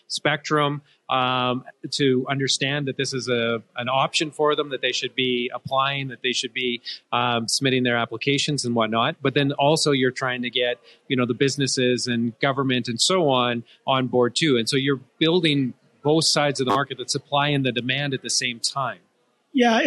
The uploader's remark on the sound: we’re filming at the Telus CSW Pitch Party